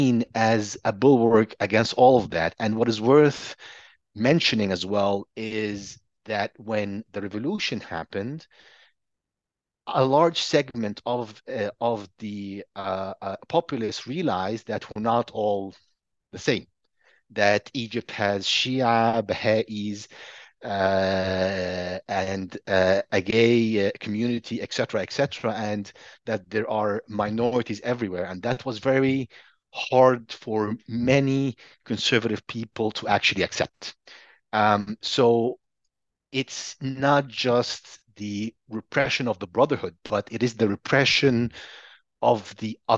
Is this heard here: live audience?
no